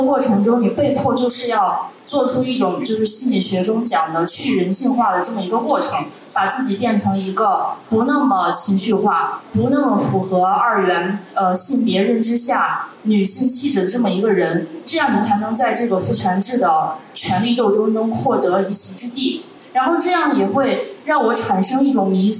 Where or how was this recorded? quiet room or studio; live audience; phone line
live audience